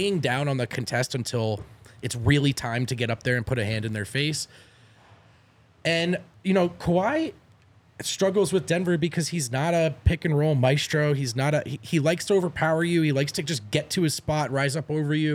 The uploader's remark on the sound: come to you LIVE from the DNVR Bar